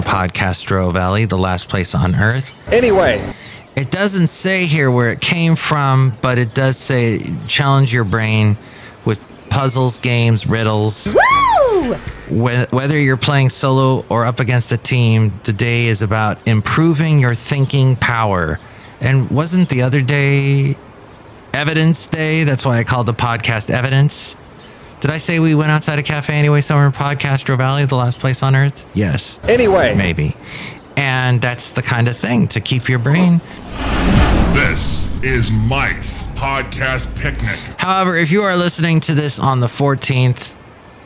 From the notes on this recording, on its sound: podcasts live from Café Anyway